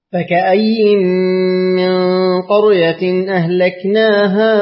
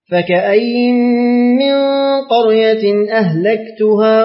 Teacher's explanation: أي قرأ أبو عمرو لفظ أهلكناها بتاء مضمومة بدل النون أهلكتها · Shown in: second take · والباقون بنون مفتوحة أهلكناها. · Term: بتاء وضمها